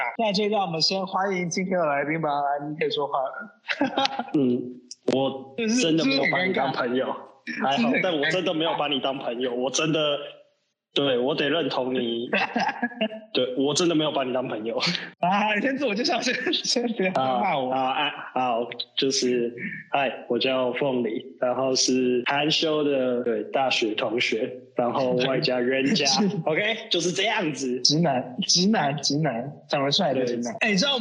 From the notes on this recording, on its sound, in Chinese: 隔離中沒辦法好好set錄音裝置 音質很差。